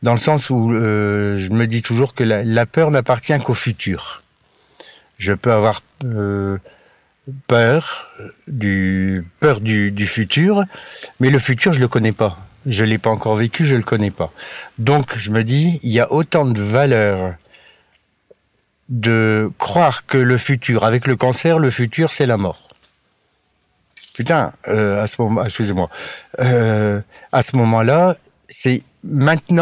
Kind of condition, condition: setting, outdoors